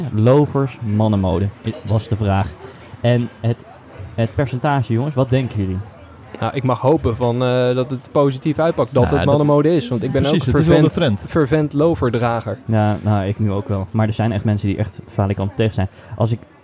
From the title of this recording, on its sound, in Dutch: LIVE BIJ DE GOEDE GOOIER